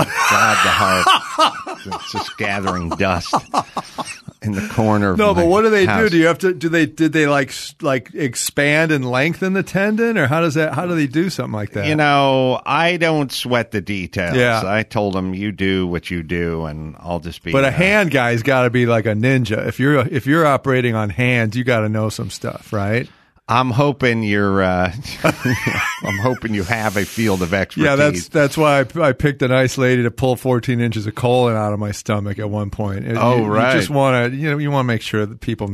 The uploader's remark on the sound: they take your phone calls and video questions